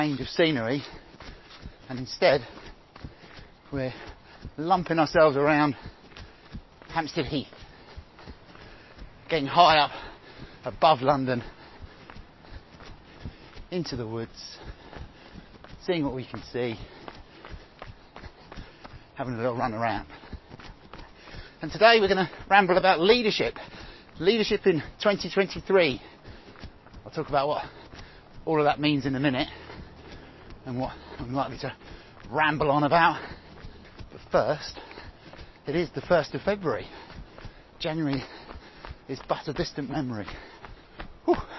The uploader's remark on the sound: recorded on Hampstead Heath